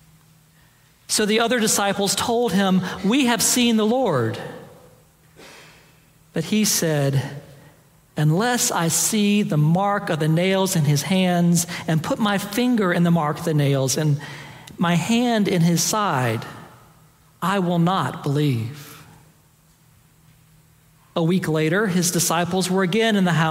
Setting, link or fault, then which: setting, large echoing room